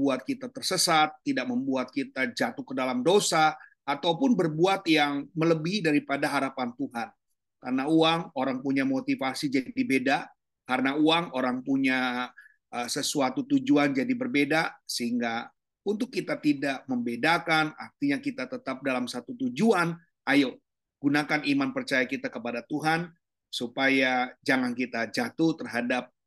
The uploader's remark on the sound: Audio Zoominar.